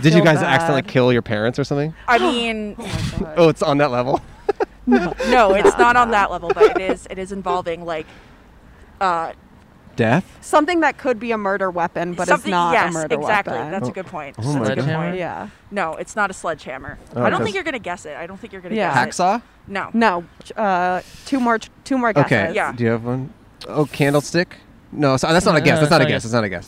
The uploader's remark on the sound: Outside A Public Restroom. Recorded on 5/15/21 in Griffith Park, Los Angeles.